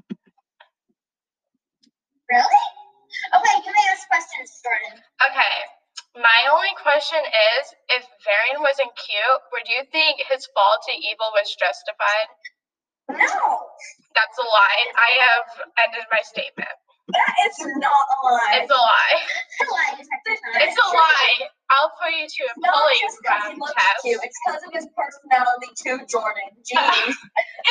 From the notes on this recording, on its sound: Sorry about the background noises!